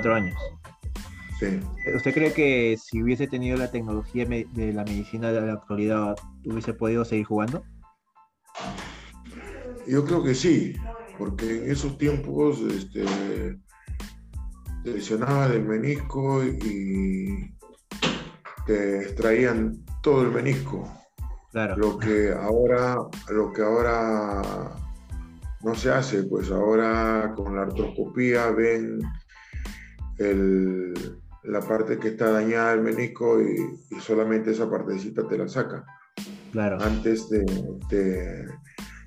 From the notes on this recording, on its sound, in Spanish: nos concedió una entrevista vía Zoom